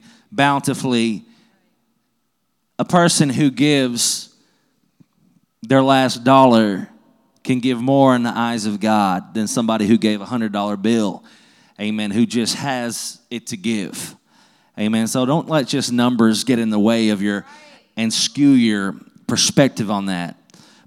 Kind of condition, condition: setting, large echoing room